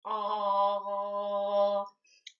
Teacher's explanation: 这个叫做气泡音，不管是在声乐上还是在朗诵上，这个都是一种放松咽部的一个练习